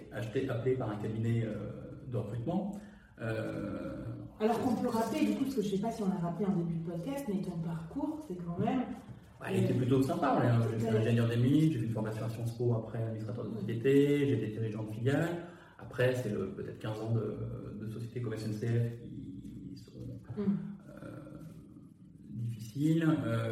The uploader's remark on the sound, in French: On est désolés pour le son un peu cathédrale dû à l'enregistrement IRL.